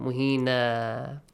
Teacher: Tanween na, it's because tanween fatha, whenever appears at the end, you stop there, and if you stop, you change the tanween fatha to an a sound